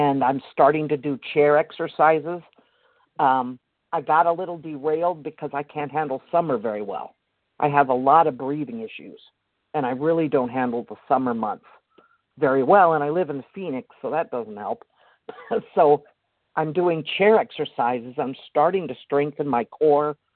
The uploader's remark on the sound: the 100 Pounders Phone Meeting, 9/1/23